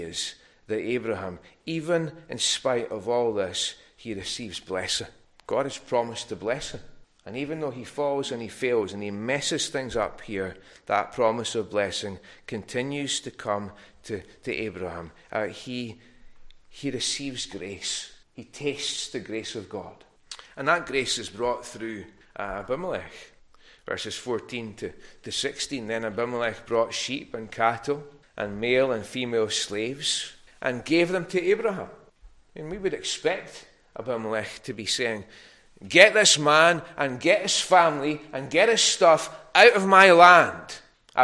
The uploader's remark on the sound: recorded at North Harris Free Church on the evening of Sunday, 19th March 2023.